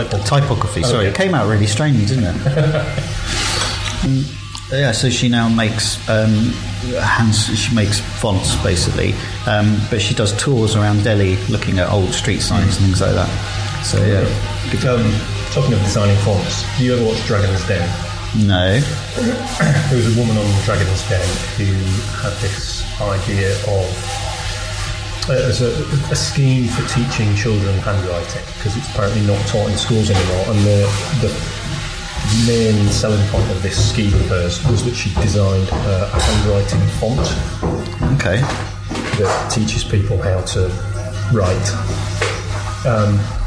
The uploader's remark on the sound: This week our podcasting curators visit the British Museum. A very noisy pub. This episode was recorded in an insanely busy British Museum by a decidedly amateur sound recordist.